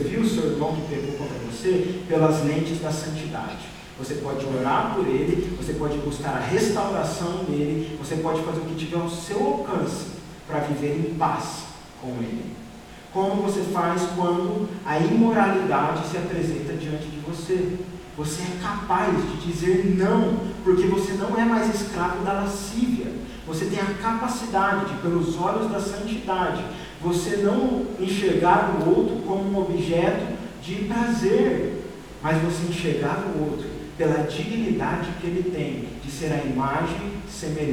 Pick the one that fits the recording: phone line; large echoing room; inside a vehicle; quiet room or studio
large echoing room